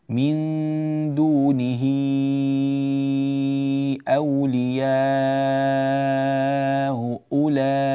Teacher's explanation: الآن نطبق لورش بتسهيل الهمزة الأولى بين بين